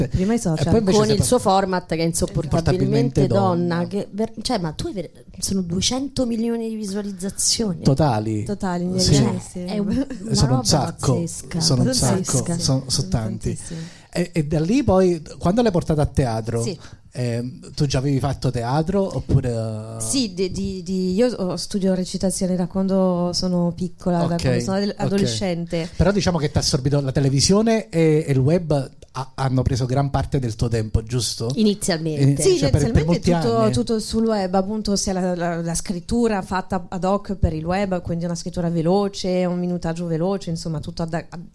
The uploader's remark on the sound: Live dal GhePensiMi di Milano